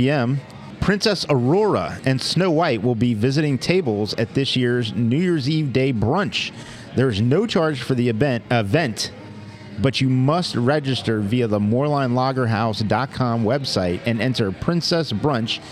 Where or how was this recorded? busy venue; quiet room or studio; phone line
busy venue